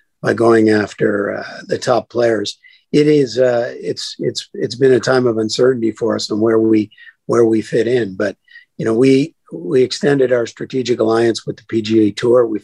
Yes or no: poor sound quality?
no